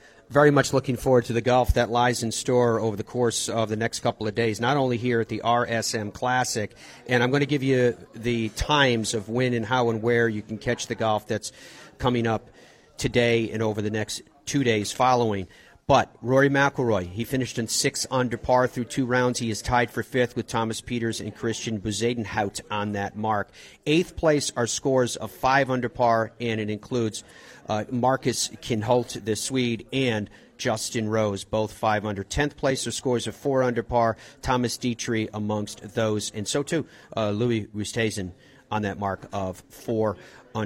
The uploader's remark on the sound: Live from RSM Classic. As we broadcast live from Sea Island and the RSM Classic.